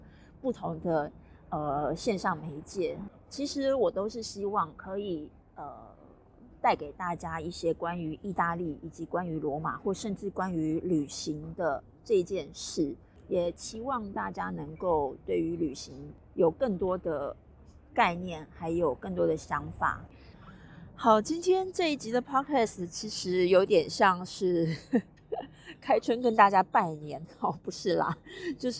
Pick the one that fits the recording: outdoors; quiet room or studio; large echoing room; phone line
outdoors